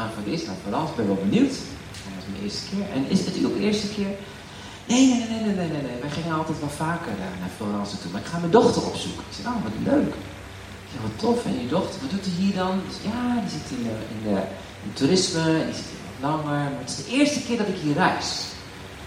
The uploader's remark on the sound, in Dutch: Wegens omstandigheden met een telefoon opgenomen.